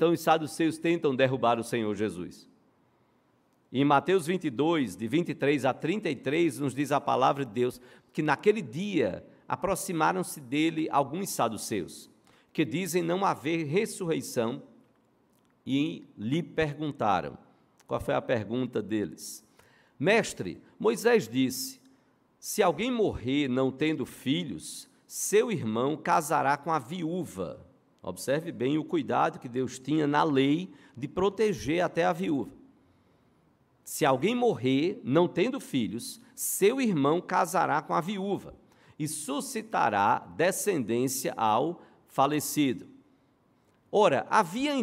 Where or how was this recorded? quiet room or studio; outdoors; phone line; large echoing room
large echoing room